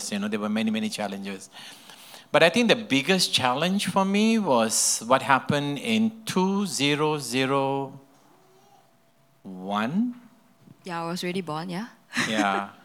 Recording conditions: live audience